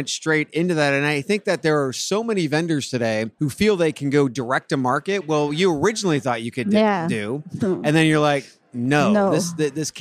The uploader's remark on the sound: live at iCIMS Inspire in San Diego